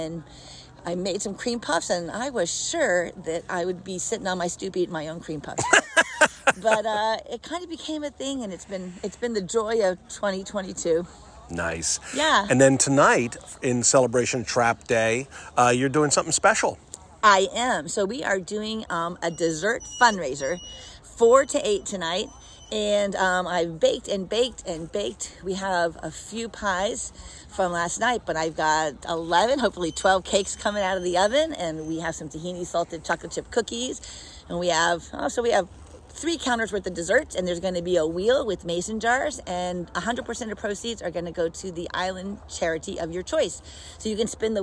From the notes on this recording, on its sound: Trap Day Monhegan Island Maine 2022. Listen in to the voices of the island and sounds of Trap Day!